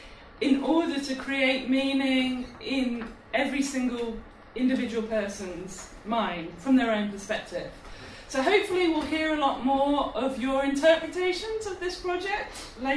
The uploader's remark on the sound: held at the Glad Cafe as part of Imagination, Scotland's Festival of Ideas